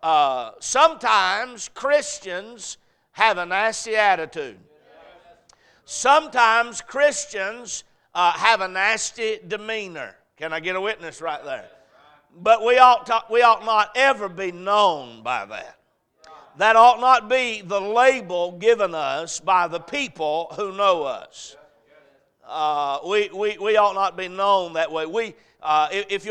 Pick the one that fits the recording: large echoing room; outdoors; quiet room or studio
large echoing room